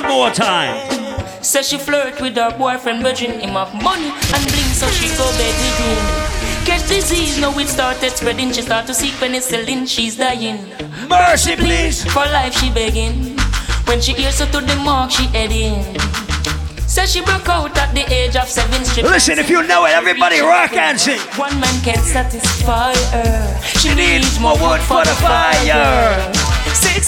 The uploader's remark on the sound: A recording of my set at Island Saturdays on Jan 27th